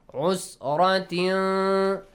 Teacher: Hide the sound of noon. Produce a nasal sound. · Term: Ikhfa